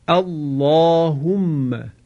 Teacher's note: کلمه اللهم که هم در قرآن آمده هم در اذکار نماز هست، اینجا هم لام جلاله باید تقلیز بشه